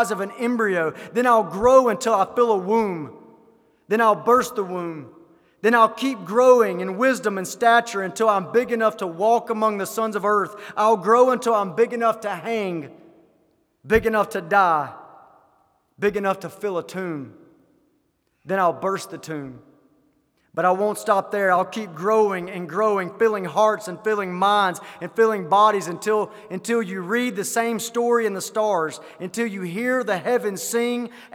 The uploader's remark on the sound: Sermon delivered at the GCC Christmas Hymn Sing 2023.